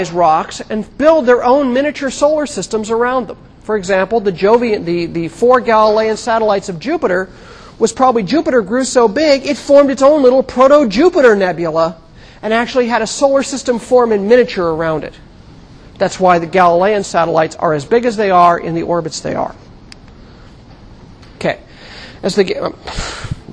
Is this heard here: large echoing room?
yes